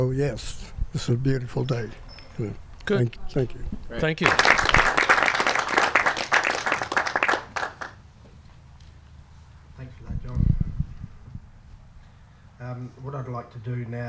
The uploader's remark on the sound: The podcast, available via the link in our bio, contains on-site interviews and recordings of speeches taken from the day of repatriation at Wangayarta.